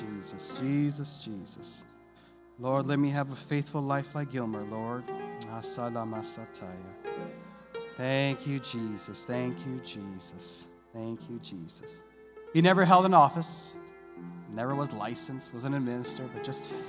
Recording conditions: large echoing room